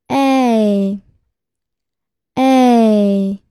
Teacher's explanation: 滑动过程中口型从半开到半合。舌尾随之抬高。 · Term: 双元音